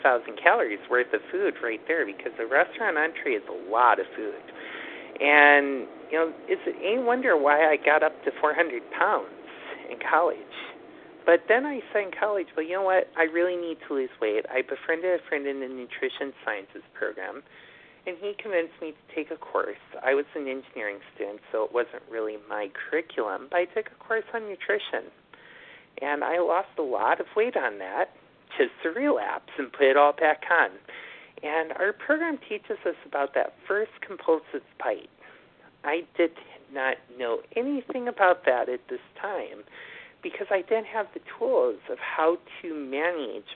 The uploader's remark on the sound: from the 100 Pounders Phone Meeting